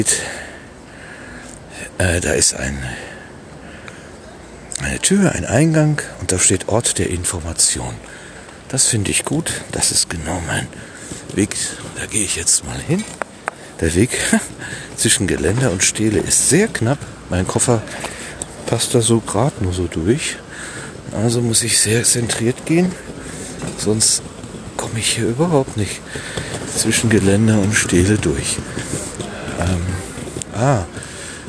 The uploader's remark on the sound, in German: Stelenfeld Berlin. Und so besuchte ich kurzerhand das Denkmal für die ermordeten Juden Europas, das Feld aus über 2000 Betonstelen. Als Aufnahmegerät hatte ich nur mein Smartphone (mit orangefarbenem Windschutz) dabei. Das Gerät hat zwar ab und zu ein paar Silben verschluckt, aber das stört die “Live-Reportage” nicht weiter.